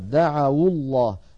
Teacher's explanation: دعوا الله، عفوا دعوا الله، دعوا هذه واو جماعة وليست واو جماعة، دخلت على فعل دعا فصار عندنا واو ساكنة مفتوح ما قبلها يعني حرف لين دعوا، فلما التقت مع الساكن بعدها حركت الواو بالضم فصارت دعوا الله.